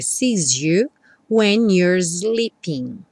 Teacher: He sees you. Juntando aqui o S do sees, ficou um som como um Z.